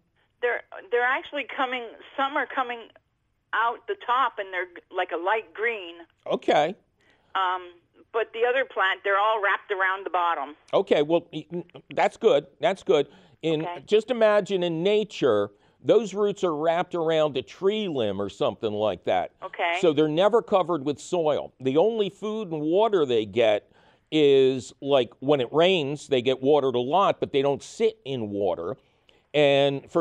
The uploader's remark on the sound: As always, we take your phone calls.